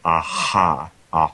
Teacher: pharyngeal, which is the root of the tongue moving back against the back wall of the pharynx, and a constriction of the area just above the larynx.